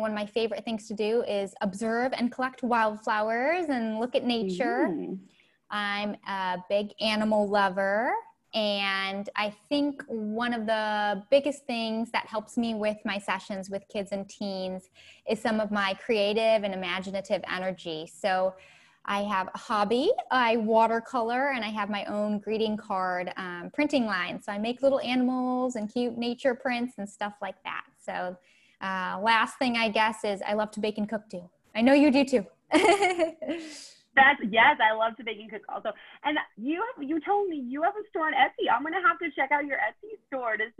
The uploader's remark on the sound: Recorded on August 19, 2020 as part of the August Webinar Series.